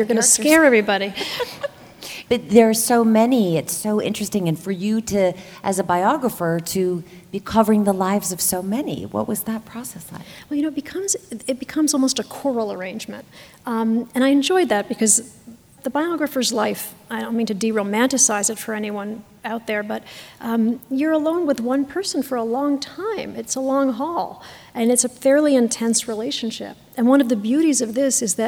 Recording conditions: live audience